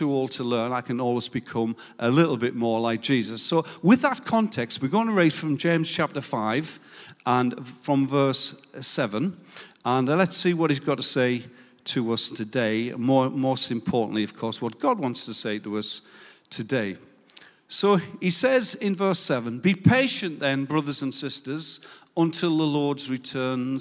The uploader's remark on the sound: Recorded live at Life Church Lancashire 31st July 2022.